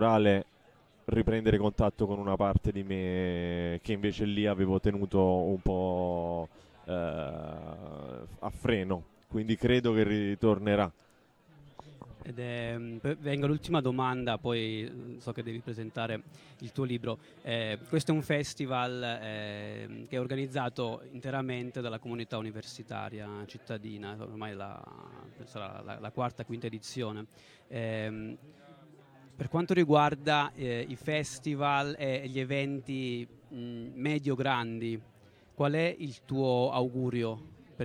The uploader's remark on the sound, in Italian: La diretta di Sanbaradio a Poplar. A Trento. Nella sezione cult del festival.